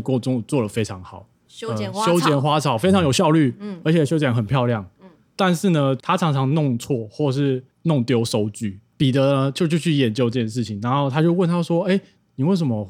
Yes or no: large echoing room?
no